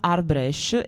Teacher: la schwa è atona anche nell'albanese che viene parlato nell'Italia meridionale